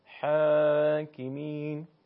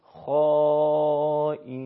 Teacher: حرف ها درشت و پرحجم تلفظ نمیشه، برخلاف حرف خا. یعنی ما اگر بخوایم حرف خا رو با الف مدی تلفظ بکنیم مثلا میگیم خائنین، ولی اگر ها باشه نمیگیم ها، این اشتباهه، بلکه به صورت حاکمین.